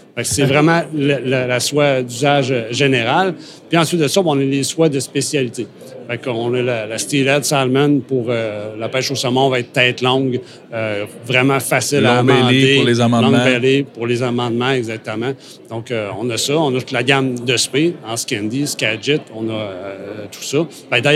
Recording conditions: busy venue